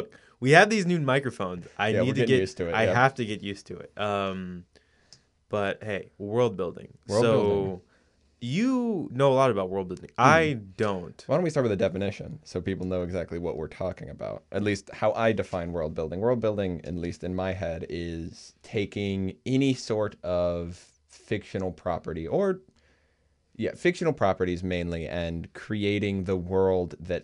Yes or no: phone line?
no